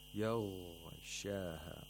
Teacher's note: The ghain has to be pronounced with the back of the root of the tongue touching the uvula, as if you're gurgling water.